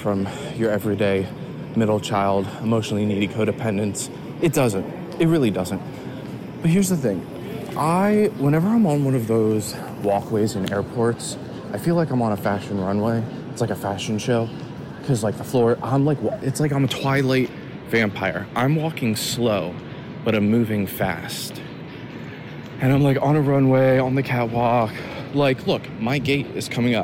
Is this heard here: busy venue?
yes